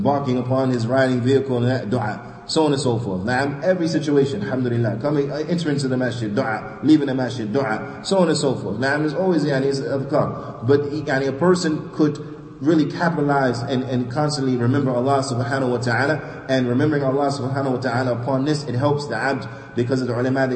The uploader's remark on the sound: Lecture given at Masjid Nur Allah, Queens, NY